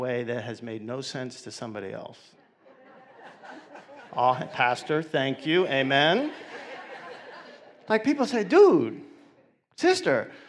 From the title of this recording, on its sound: 2019 Awareness Conference